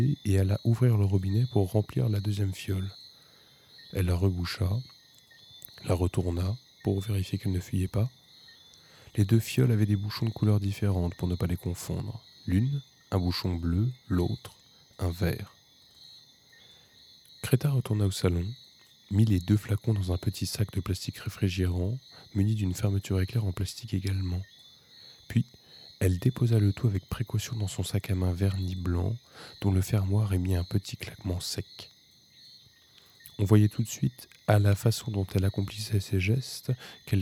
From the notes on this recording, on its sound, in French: Enregistrement nocturne en extérieur.